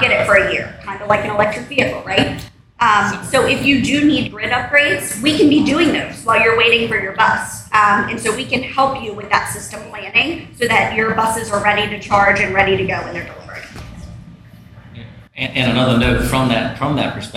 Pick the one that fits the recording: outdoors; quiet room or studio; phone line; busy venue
busy venue